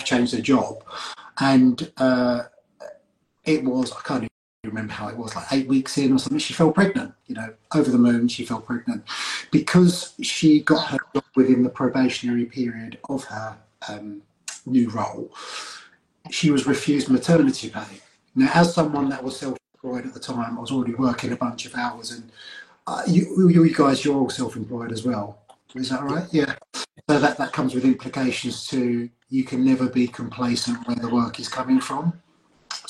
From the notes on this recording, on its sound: as featured on Instagram live